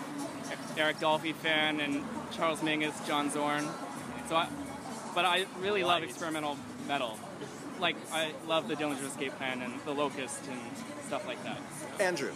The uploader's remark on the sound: Live music recording from their performance at Itaewon's Thunderhorse Tavern.